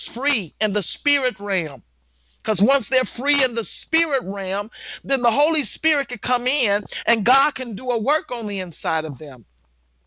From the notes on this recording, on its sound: Women of Grace 1-20-2016 conference call class.